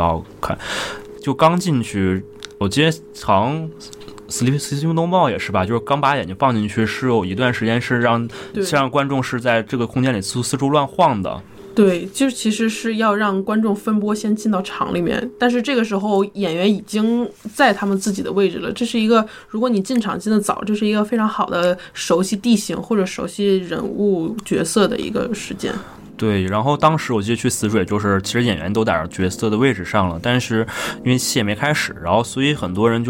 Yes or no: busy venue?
no